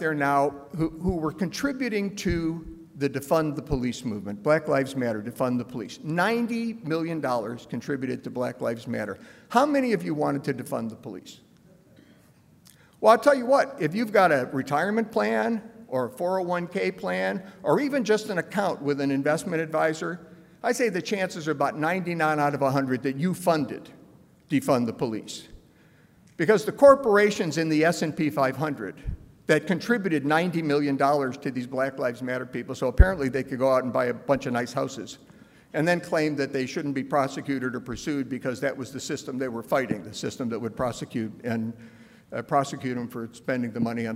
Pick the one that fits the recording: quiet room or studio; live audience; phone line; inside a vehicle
live audience